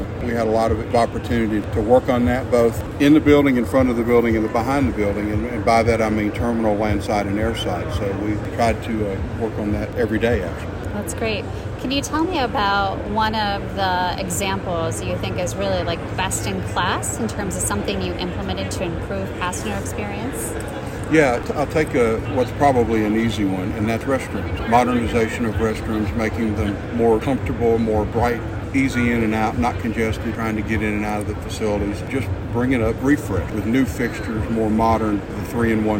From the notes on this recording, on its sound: Live Interviews from AAAE Annual Conference. Conducted live interviews at the conference in June 2023.